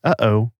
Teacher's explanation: And right at the very back of your throat, you have the glottal stop, the sudden swallowed pause you'd find in phrases like, uh-oh